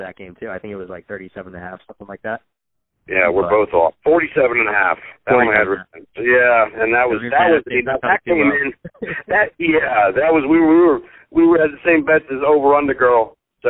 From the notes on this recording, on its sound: Live from Bally's in Atlantic City. Joins us live from Atlantic City over the phone (we apologize for the audio quality in advance).